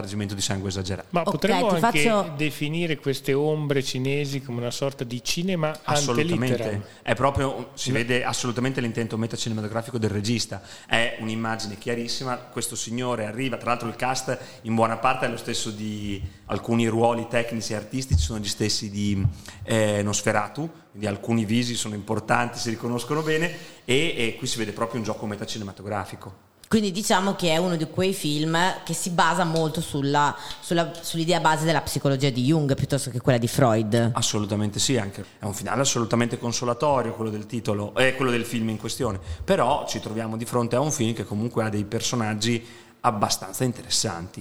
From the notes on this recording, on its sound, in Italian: In questa puntata registrata durante il "Sedicicorto Forlì International film festival"